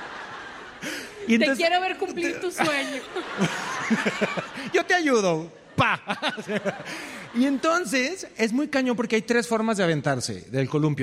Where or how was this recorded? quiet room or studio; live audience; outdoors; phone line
live audience